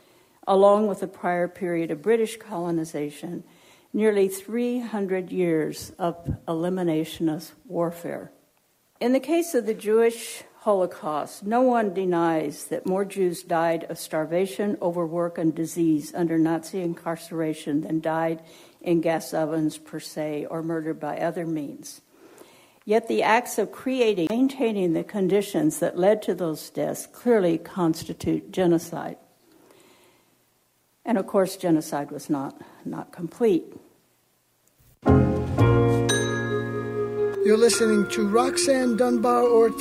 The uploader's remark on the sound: Recorded at Simon Fraser University.